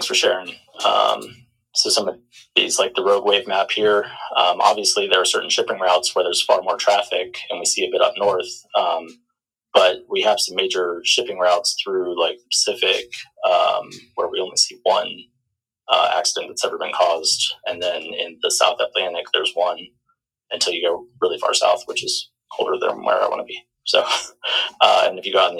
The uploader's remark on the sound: This year, we moved those events to the TSI Discord Server and are recording them for this podcast. The audio quality of these first two episodes is a little rough.